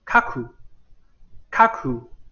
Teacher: 候呢，就是不送气。不送气啊，不送气的意思就是比较简单，一笔带过，读得非常轻。注意这一点，它是读得非常的轻啊。对，读得非常轻啊。那我们先学习一下卡行吧，比如说我们举个例子哈，卡库，卡，第一个卡在词头。所以呢，是发送气的音哈，卡库，卡库，库在词尾不送气哈